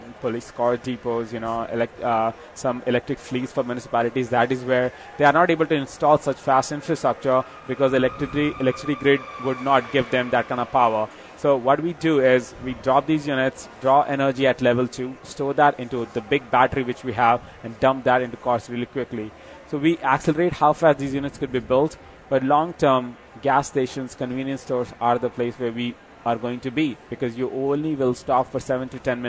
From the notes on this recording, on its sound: The guys are live from the Detroit Auto Show.